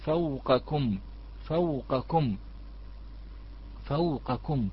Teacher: حذف المد كليا بحيث يكون النطق بحرفي اللين عند الوقف العارض كالنطق بها حال الوصل · Term: القصر